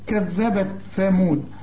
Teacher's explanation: طلع لسانك في الذال وطلع لسانك في الثاء